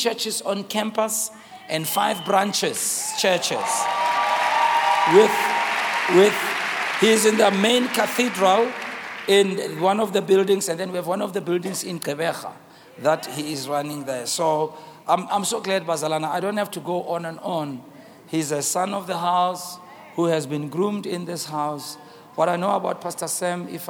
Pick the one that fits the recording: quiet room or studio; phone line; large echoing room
large echoing room